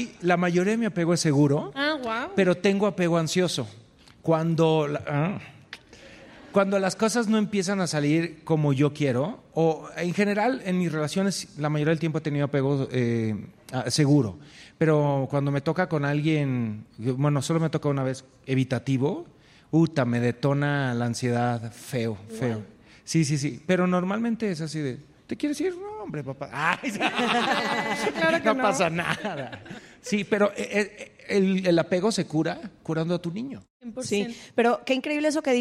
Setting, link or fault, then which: setting, live audience